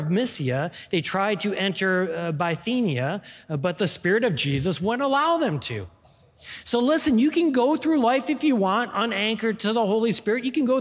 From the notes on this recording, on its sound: This is the core message from our live service on 2021-12-12.